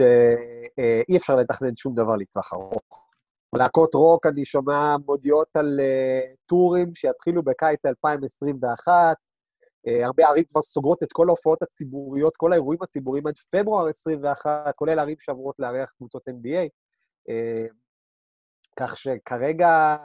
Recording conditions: video call